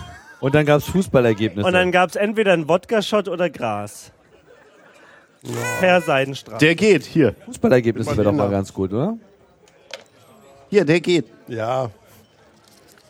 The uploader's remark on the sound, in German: Es war Congress und wir waren dabei. Auf der Bühne des Sendezentrums. Tag eine unterhaltsame Zusammenkunft mit unseren Hörern vor Ort.